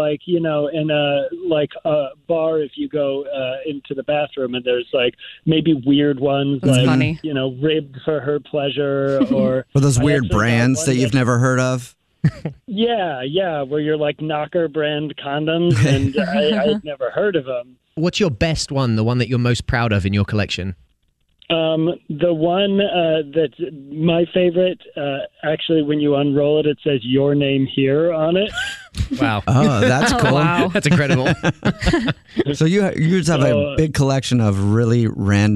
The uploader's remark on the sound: A Phone Prank